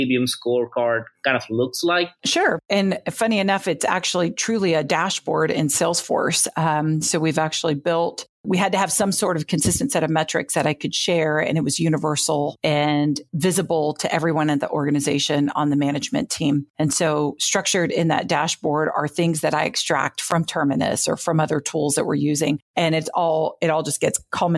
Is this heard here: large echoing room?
no